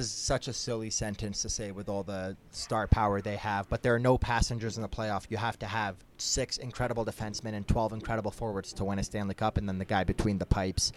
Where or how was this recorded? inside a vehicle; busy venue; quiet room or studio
busy venue